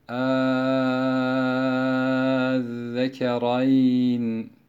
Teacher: dört elif miktarı uzatacak şekilde meddi lazımlı okumuştur. Bir de bu kelime ikinci hemzenin iptal edilerek değil, yani met harfine dönüştürülerek değil, yumuşatılarak tesille okunmasıyla da okumak caizdir.